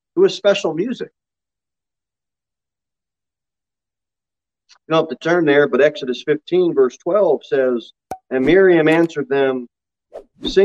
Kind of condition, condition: setting, large echoing room